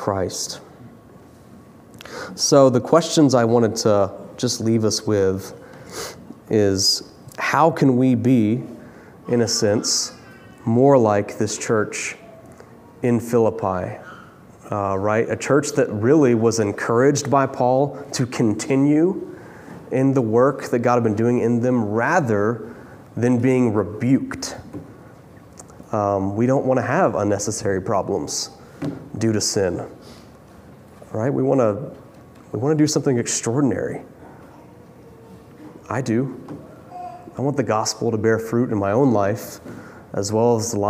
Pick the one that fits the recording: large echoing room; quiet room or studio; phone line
large echoing room